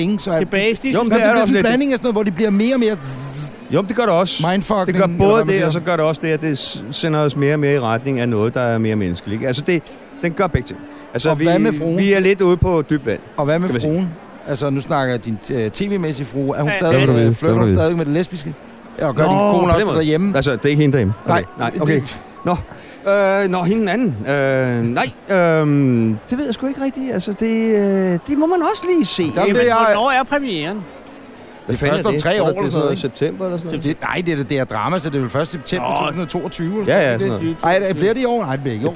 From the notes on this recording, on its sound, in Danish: Optaget under årets Robertprisen 2018 på Tivoli Hotel i København. I deres sofa oppe på balkonen.